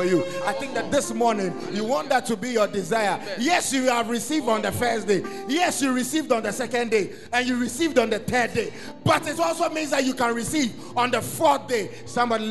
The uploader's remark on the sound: Preached at The Art Of Evangelism Conference